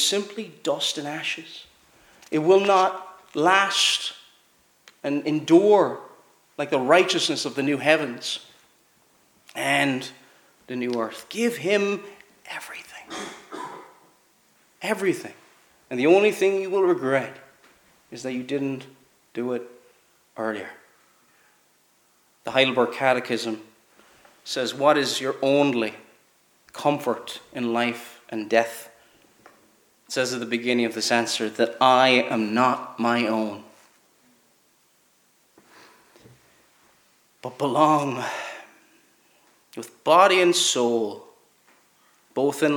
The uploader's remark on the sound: Preached at Kellswater Reformed Presbyterian Church